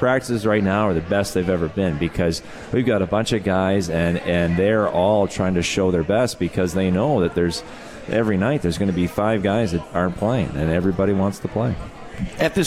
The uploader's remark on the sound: Live from the 72 Tavern for Utica Comets #Insider.